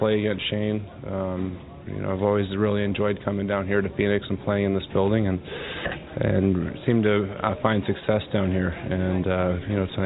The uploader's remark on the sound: we take your phone calls